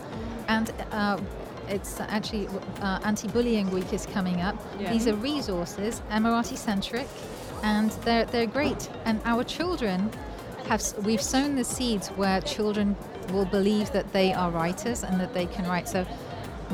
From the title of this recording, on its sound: Live from SIBF 2023